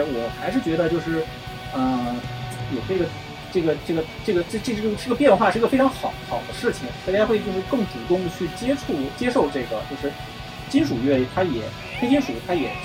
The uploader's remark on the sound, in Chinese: 这期用手机录的，音质有限。